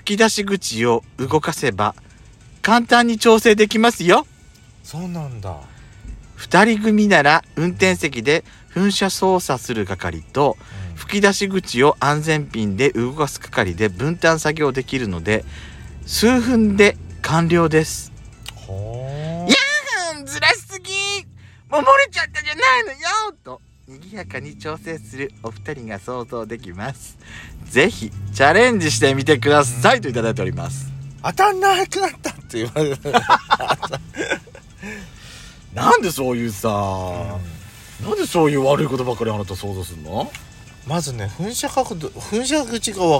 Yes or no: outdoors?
yes